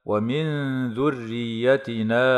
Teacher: إخفاء حقيقي لوقوع الذال بعد النون الساكنة مع مراعاة الغنة مرققة، وترقق الراء وصلا ووقفا لأنها مكسورة.